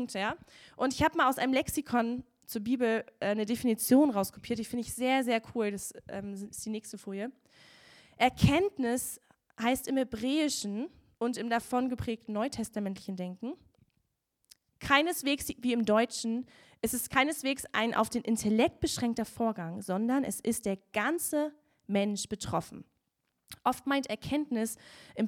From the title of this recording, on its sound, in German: Gottesdienst Predigt